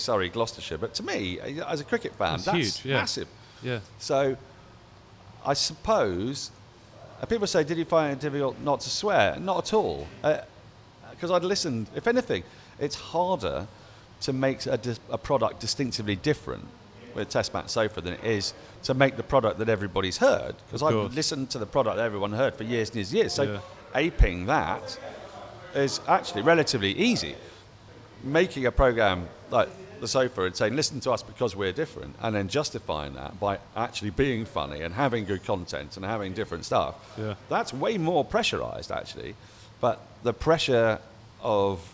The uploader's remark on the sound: Recorded live from The Wheatsheaf Pub - Tooting.